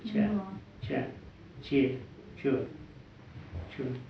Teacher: А мы говорим че. У нас всегда че мягкая. Че мягкая. Хотя мы ставим все время А и О.